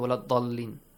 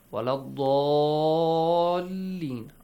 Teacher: the mad goes for six counts · Shown in: second take